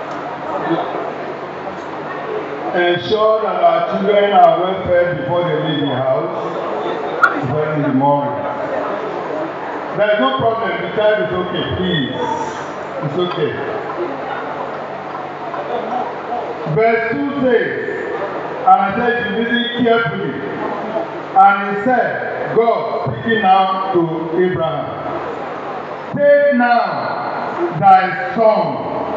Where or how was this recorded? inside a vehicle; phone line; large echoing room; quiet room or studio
large echoing room